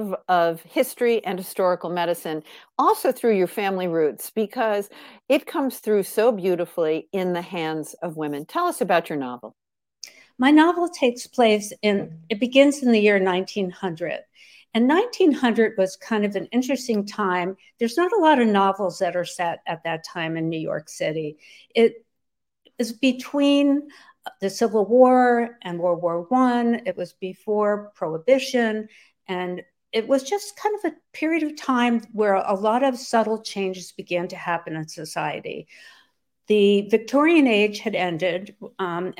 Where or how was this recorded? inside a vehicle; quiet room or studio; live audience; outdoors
quiet room or studio